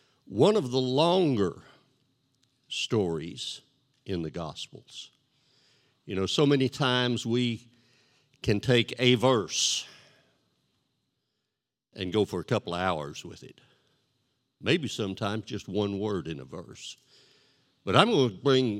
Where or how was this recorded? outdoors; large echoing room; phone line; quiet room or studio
large echoing room